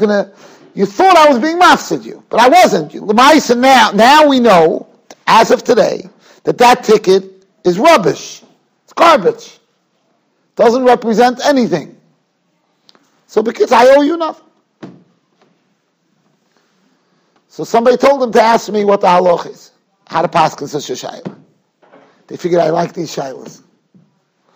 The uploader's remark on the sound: Shiur recorded in Yeshivas Ohr Reuven, Monsey, NY.